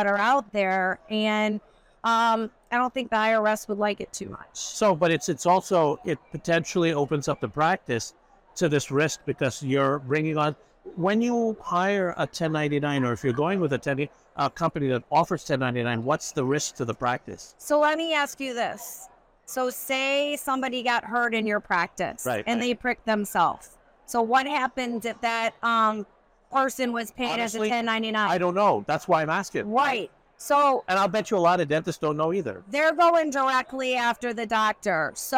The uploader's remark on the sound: live from the Hinman Dental Congress